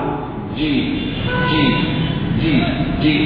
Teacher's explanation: حرف شديد، حرف مجهور لشدته، ينحبس صوته، ولجهله ينحبس نفسه، فتجده شديد ليس متمشي ولا براءه. · Term: حرف الجيم